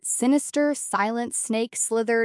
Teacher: The repeated S sound mimics the hissing of a snake, creating an unsettling, menacing tone. · Term: sibilance